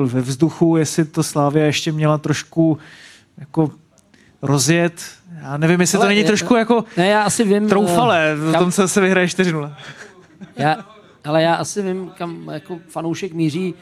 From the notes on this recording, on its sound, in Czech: První živé Studio iSport.cz před publikem ve Vinohradském pivovaru